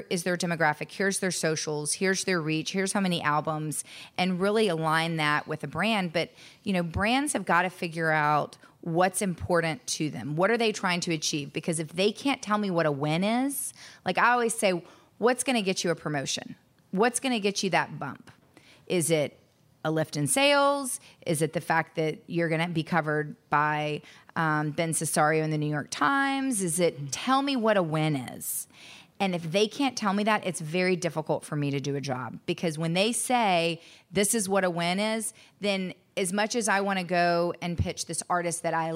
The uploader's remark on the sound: The most applause-laden interview in the show’s history on location. This live audience episode is powered by Peerspace.